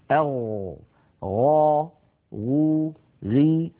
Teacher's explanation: الغين مجهورة، والغين رخوة، والغين مستعلية، وكما أنها منفتحة. أما الصفات التي لا ضد لها فلا تتصف الغين بشيء من ذلك.